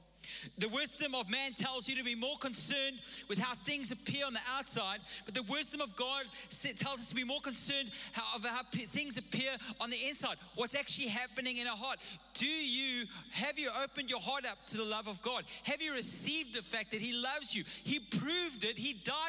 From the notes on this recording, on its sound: Recorded live on Sunday the 22nd May 2022